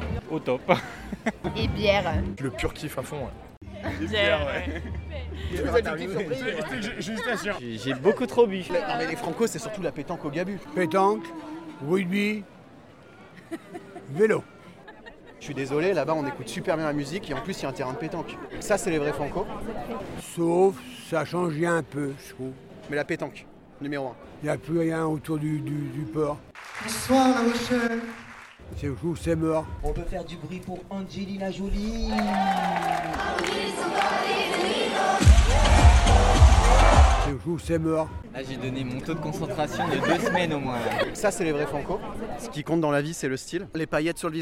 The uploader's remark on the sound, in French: Francos Reporters 2023. Cet épisode nous plonge dans l’ambiance du festival au coeur de La Rochelle.